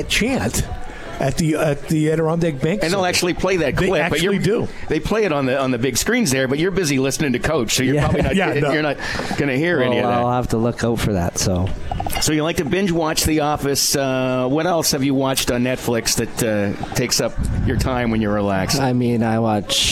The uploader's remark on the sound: Live from Swifty's